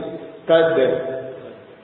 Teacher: dal kad ditempelkan kemudian dilepas · Term: huruf qalqalah